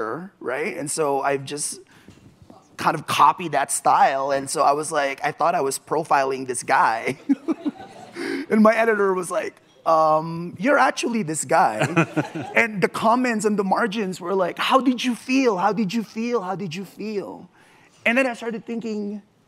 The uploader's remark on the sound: from the Aspen Ideas Festival.